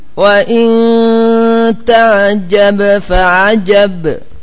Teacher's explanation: Perhatikan antara qalqalah yang pertama dan kedua. Yang pertama menyambung, yang kedua agak berhenti di situ.